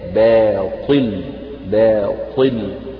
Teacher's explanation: الباء مرققة والألف مرققة وبعدها تأتي الطاء مفخمة. فمن الأخطاء الشائعة أن البعض يفخم باء باطل فيقول باطل ما، وهذا خطأ، وإنما الصواب باء باطل باطل، يعني رقق الباء والألف بدون أن يؤثر ذلك على تفخيم الطاء.